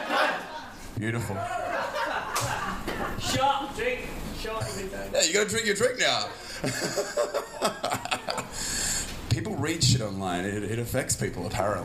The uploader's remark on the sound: One Night In Saigon. Full Show Live.